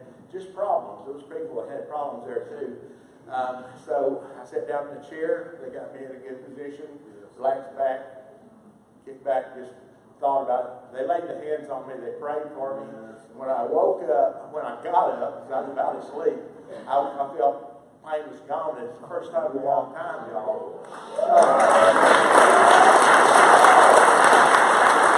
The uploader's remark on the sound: Featuring highlights from a regional revival service where God was glorified - in prayer and worship, healing testimonies and words of life.